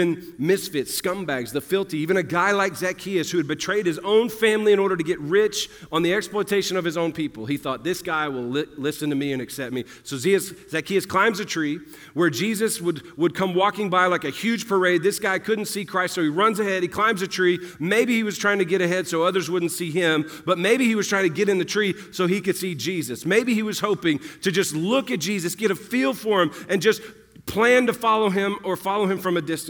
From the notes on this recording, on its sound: at the 2022 EQUIP Conference on April 29, 2022 at 7:30pm